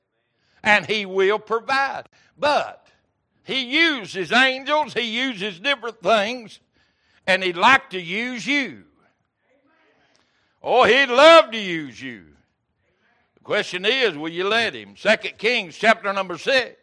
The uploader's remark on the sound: Wednesday Evening Service